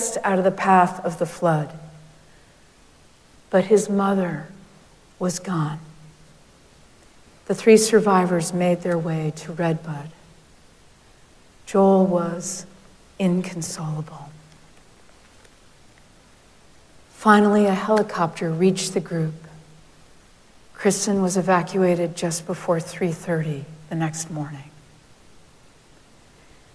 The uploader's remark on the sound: Recorded live at Arlington Street Church